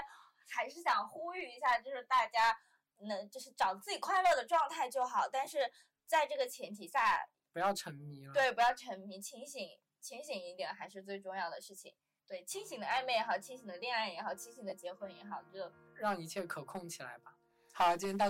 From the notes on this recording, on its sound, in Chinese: 忘记带麦克风，导致本期听感不太理想